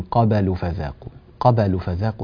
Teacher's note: لا تميل القلقلة إلى الفتح، لا تقول من قبل فذاقوا، قبل فذاقوا، هكذا القلقلة مالت إلى الفتح. والأولى أن تقرأها يعني مستقلة الصوت، هي لا تميل إلى فتح ولا كسر ولا ضم.